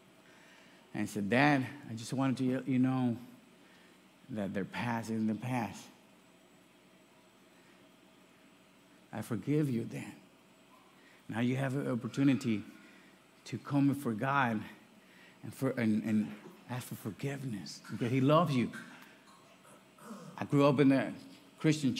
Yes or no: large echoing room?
yes